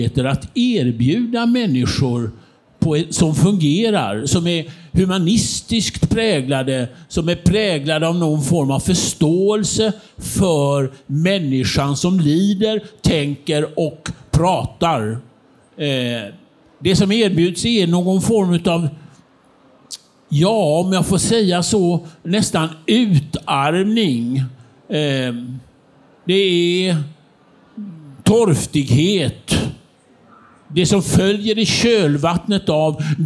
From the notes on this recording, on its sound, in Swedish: inspelat på Bokmässan 2023 och arrangerat av Nätverkstan Kulturtidskifter